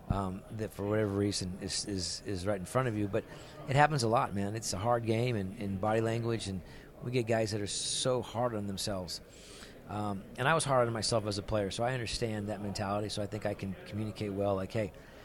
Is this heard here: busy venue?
yes